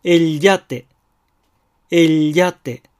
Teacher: L のエレの部分を保守的なエリエで発音するので、そこで止めるとエリのような感じになります。そしてそのまま舌を動かさずにヤテに移ります。エリヤテ、エリヤテという感じになります。詳しい説明は文章でカッコ1カッコ2カッコ3のところに書いておきました。ではエリアテから始めて最後の3つの例句を2回ずつ読んでみます。エリアテ、エリアテ、エリエゴ、エリエゴ、エリエロ、エリエロ。このファイルは以上です。